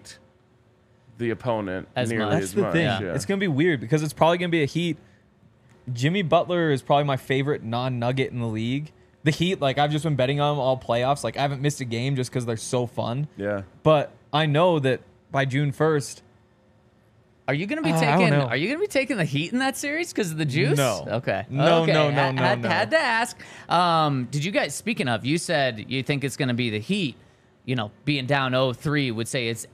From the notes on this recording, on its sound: coming to you LIVE from the DNVR Bar